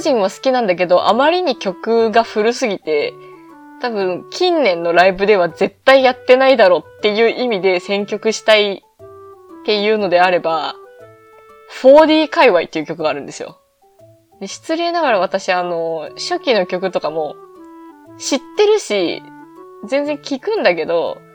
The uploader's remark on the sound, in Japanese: いつもと収録環境が違った為、音質が悪いです。